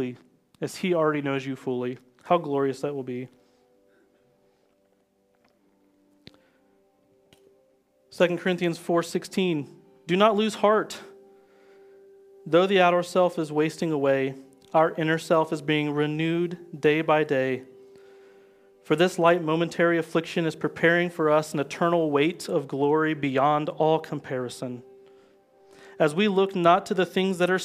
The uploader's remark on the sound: live from Covenant Church!